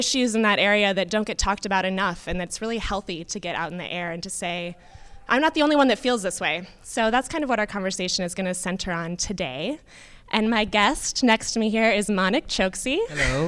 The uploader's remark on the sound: This episode was recorded in front of a live audience at BroadwayCon, 2020.